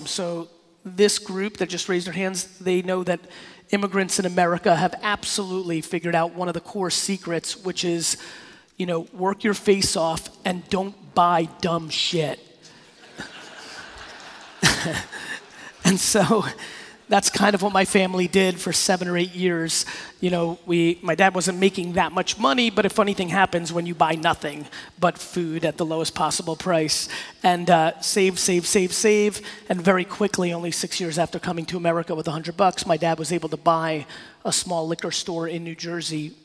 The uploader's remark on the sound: PRSM2018 in Nashville, Tennesee. This keynote I did recently in Nashville at PRSM2018. Close it out with a fire Q&A session.